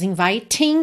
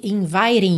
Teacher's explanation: Aqui ele reduziu o T para rararã. · Shown in: second take · Então não temos inviting e sim inviting, muito comum no inglês americano.